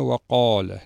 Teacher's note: الألف الذي جاء بعد القاف اكتسب صفة التفخيم وتأثر بحرف التفخيم، لأن هذا الألف هو عبارة عن وعاء صوتي، حرف المد أعزتي هو عبارة عن وعاء صوتي، فهنا وقال لاحظوا اكتسب تفخيما الألف وأصبح أشد تفخيما.